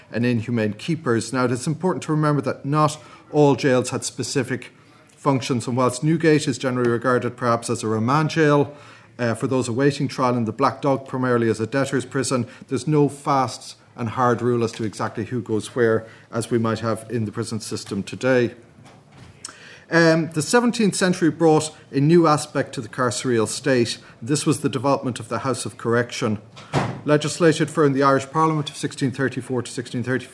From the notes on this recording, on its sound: at the 2022 Tudor and Stuart Ireland Conference